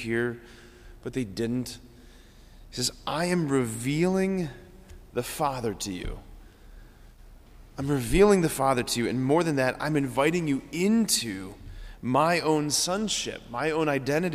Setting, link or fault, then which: setting, large echoing room